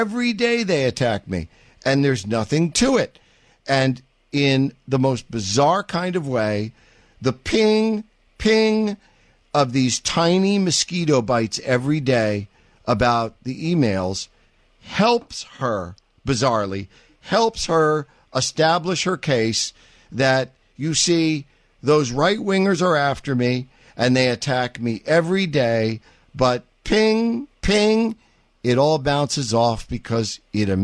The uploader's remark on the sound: All that plus your phone calls